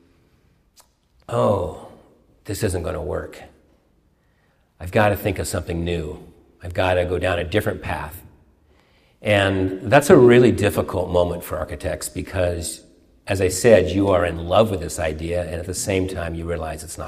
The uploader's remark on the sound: a sermon during morning worship at the University Unitarian Church in Seattle